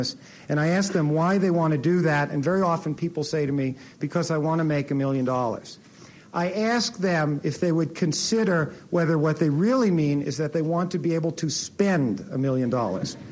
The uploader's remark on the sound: In this audio podcast, recorded at the Academy of Achievement's 1985 Summit in Denver, Colorado